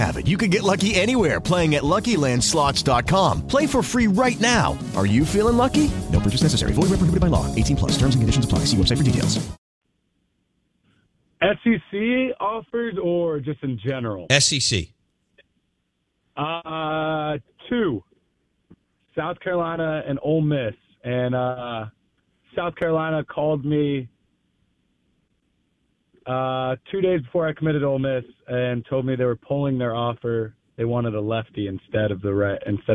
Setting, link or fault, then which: link, phone line